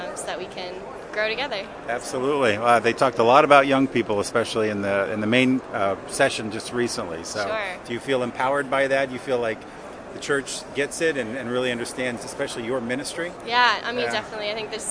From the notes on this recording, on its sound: It was exciting to hear the hopes and expectations of those who traveled to this unprecedented event. Becomes the “man on the street” who approaches participants with a microphone in hand.